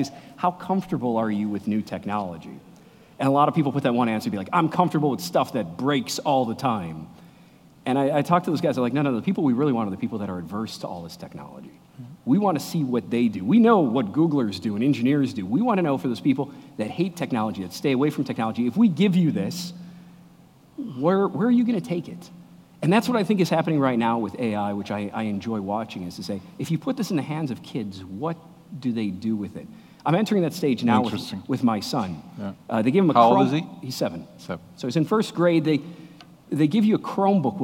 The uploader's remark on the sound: Recorded in front of a live audience at Red Ventures.